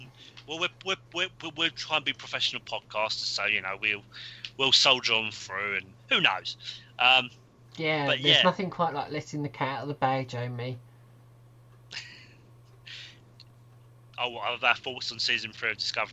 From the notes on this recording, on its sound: we had some minor sound technical difficulties whilst recording.